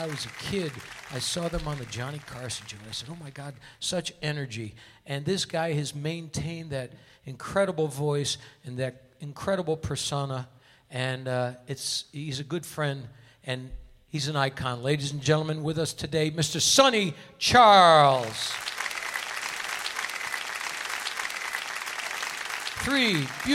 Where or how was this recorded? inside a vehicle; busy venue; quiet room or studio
busy venue